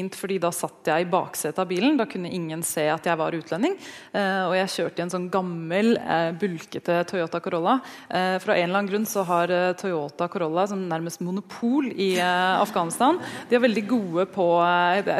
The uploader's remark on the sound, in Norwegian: Korrespondentene møter publikum i Store studio.